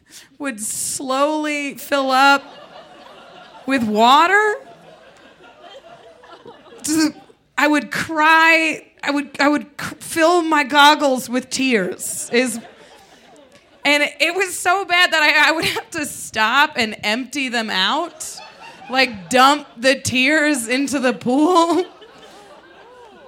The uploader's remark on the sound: A true storytelling show where folks share their greatest shames. Recorded live on 20 June 2018 at Buntport Theater in Denver, Colorado.